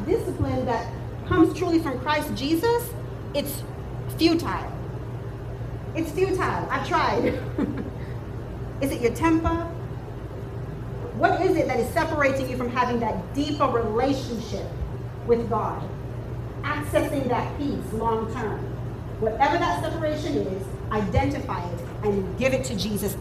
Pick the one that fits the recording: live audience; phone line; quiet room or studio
live audience